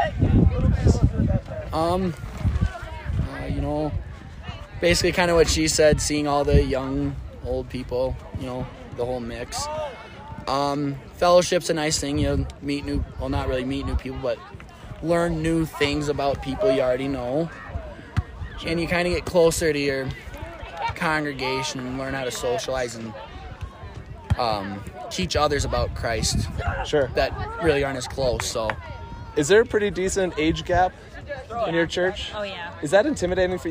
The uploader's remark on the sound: Continuing live interviews at FLY 2023